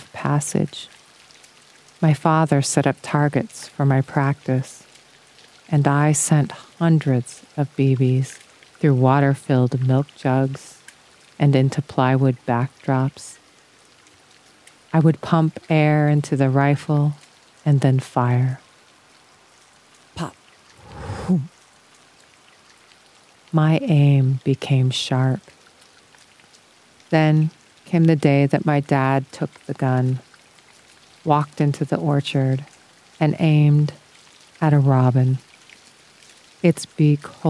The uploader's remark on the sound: Outdoor audio recorded at Rocky Mountain National Park, Colorado